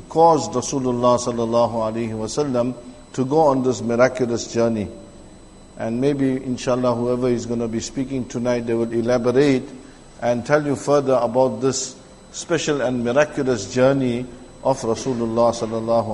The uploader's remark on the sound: Jumuah lecture at Masjid e Tazkiyah